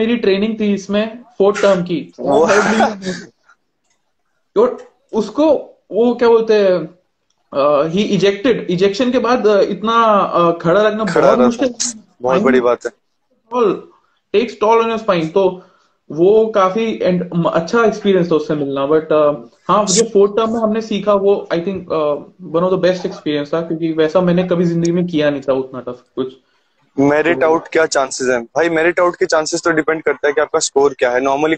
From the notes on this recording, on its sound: This was part of Insta Live.